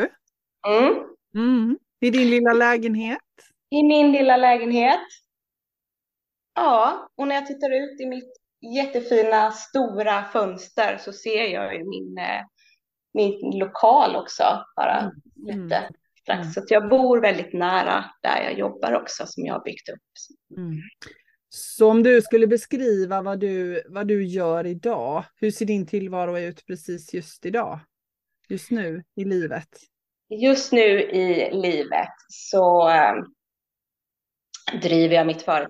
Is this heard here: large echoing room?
no